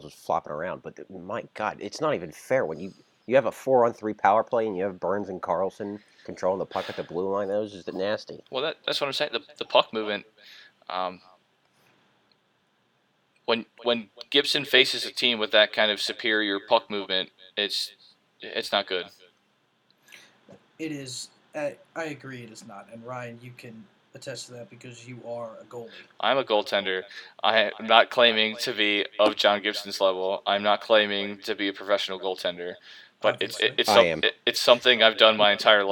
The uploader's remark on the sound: We also understand if the audio has a little echo in it we are working on getting microphones.